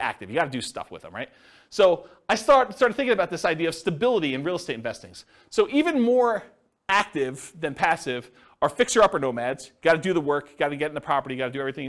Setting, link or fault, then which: setting, live audience